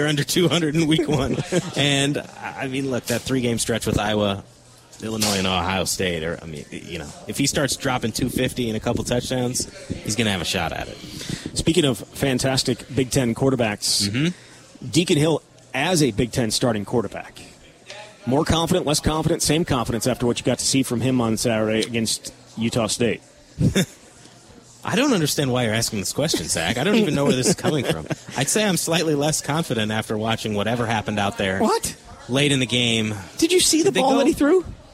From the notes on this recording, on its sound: live at Monk's in Sun Prairie